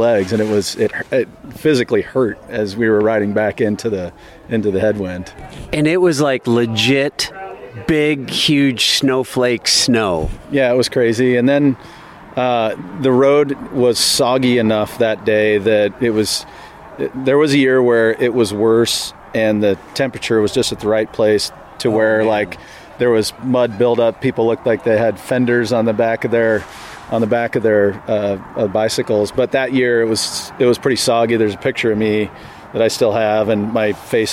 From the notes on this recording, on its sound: CIRREM (a 16-year-old 64-mile hilly gravel race in the south central Iowa town of Cumming the final Saturday in February). Microphone came out after the race and we talked to people.